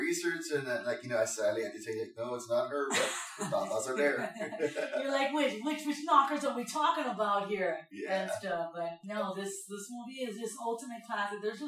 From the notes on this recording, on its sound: I was just starting and the audio is boucning around. The mics were cheap condenser and pick up everything.